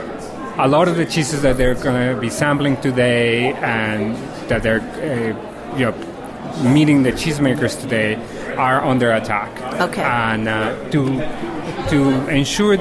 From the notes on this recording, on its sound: Cheese lovers descended upon the historic Shelburn Farms Coach Barn for the annual Vermont Cheesemakers Festival. Live from the festival in this special on location episode of Cutting the Curd.